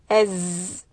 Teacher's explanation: You can feel the tip of the tongue is between your upper and lower teeth in the middle of it. Az. So when I say az, the tongue is flat. · Term: makhraj of zai